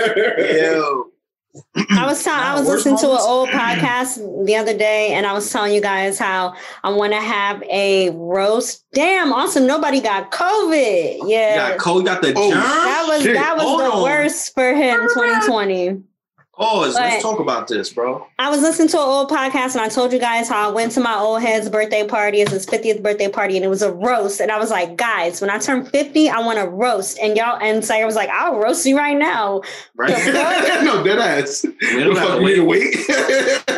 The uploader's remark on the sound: we hopped on Zoom